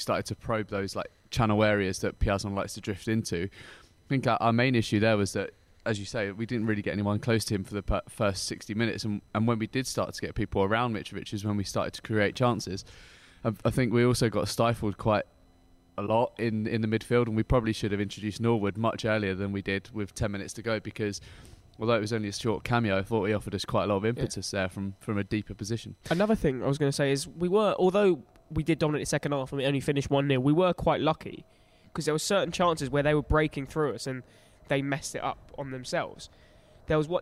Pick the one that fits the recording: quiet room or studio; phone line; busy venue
busy venue